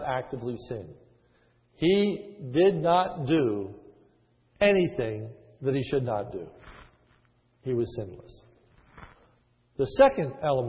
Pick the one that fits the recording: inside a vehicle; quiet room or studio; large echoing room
large echoing room